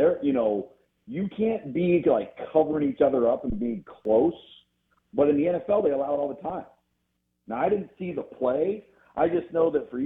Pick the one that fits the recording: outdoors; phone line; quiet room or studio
phone line